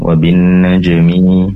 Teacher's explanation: Mim yang berharokat kasrah ini tentunya pendek, tidak dibaca panjang. Tadi terdengar seakan 2 harokat.